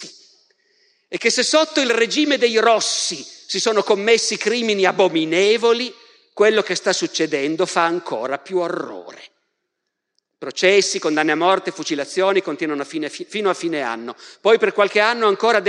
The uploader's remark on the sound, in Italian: Dal Festival della Mente 2021